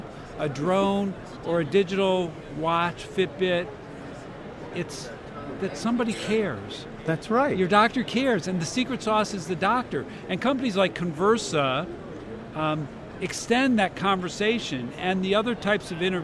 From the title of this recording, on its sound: LIVE From #HiMSS17